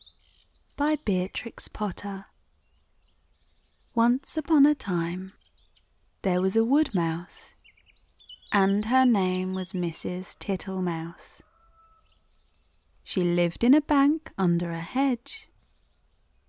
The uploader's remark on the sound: Countryside and birdsong ambience